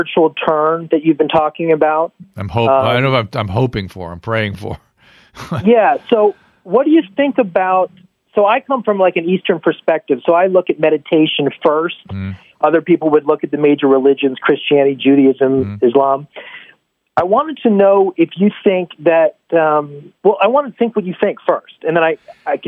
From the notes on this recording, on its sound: Listener Calls. Listener phone calls.